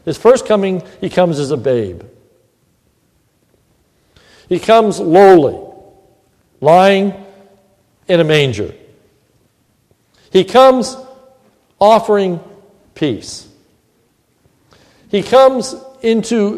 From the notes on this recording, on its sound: This is a sermon recorded at the Lebanon Bible Fellowship Church in Lebanon, PA. During the mrning service.